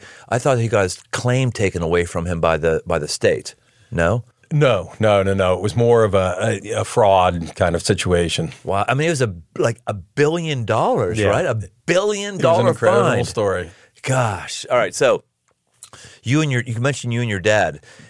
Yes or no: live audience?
no